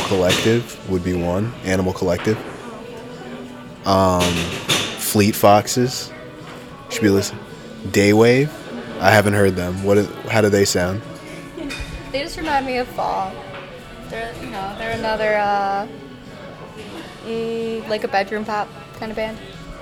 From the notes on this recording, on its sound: All live from a few different coffee shops in Downtown Royal Oak, Michigan. Sorry if the background noise is too loud.